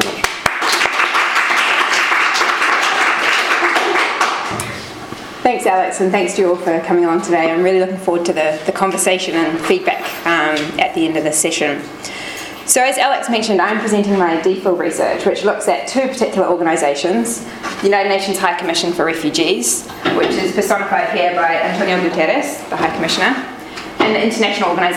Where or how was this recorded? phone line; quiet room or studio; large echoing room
large echoing room